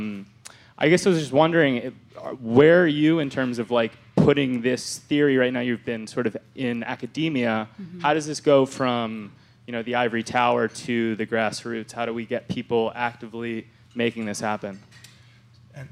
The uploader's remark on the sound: As part of The Long Now Foundation's “Conversations at The Interval” Salon Talks. Recorded live at The Interval, our bar, cafe, & museum in San Francisco.